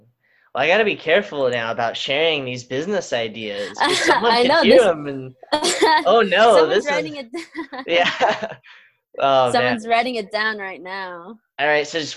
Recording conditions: video call